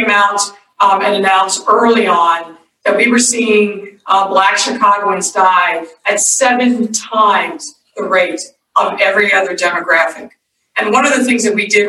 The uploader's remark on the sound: Listen to a recording of Day 2: Inclusive Societies, of The Recovery Summit, a virtual, world-wide conference focused on charting the path to global recovery from COVID-19.